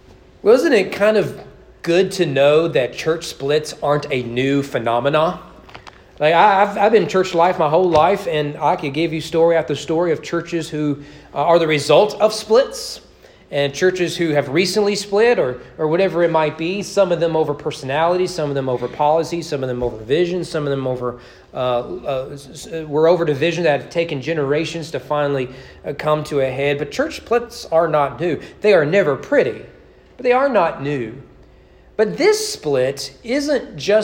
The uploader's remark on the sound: Sermon preached on August 31, 2022 during evening worship at East Frankfort Baptist Church.